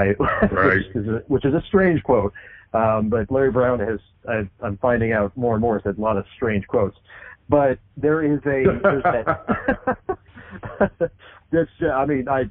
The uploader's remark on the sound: Conducted a phone interview. This interview is phone quality but we improved it as much as possible.